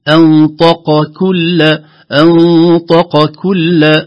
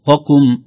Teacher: ننتقل مباشرة بعد القاف إلى مخرج الكاف مباشرة · Shown in: first take